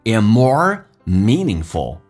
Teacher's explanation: and 的 D 去掉略音 meaningful 这个单词鼻音不要先发，不要发 mean,是 me, meaningful,而且更加有意义。